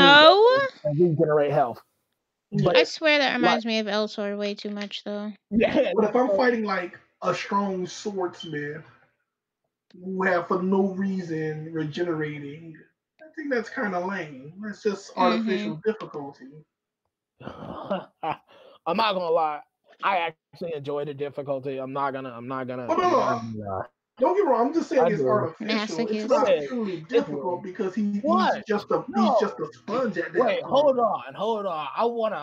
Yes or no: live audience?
no